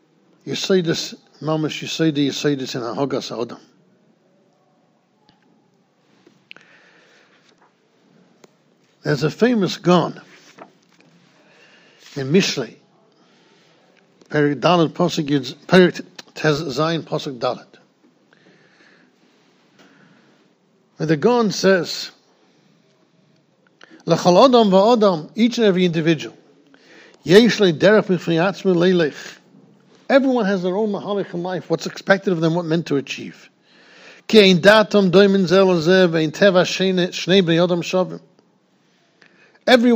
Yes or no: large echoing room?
yes